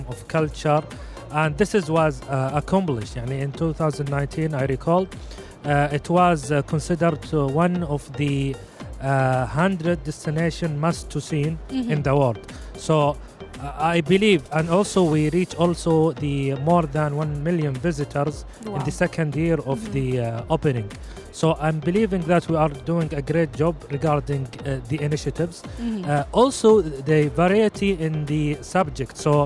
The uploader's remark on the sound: Live at SIBF 2023.